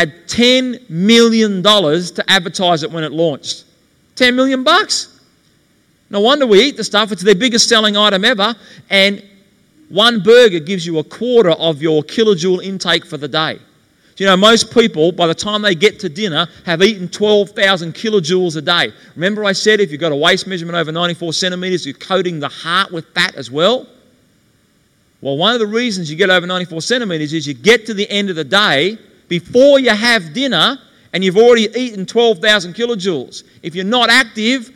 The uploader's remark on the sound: LIVE TO 2000 PEOPLE IN SYDNEY AUSTRALIA. Introduced on stage to an audience of attendees who gathered for a weekend conference.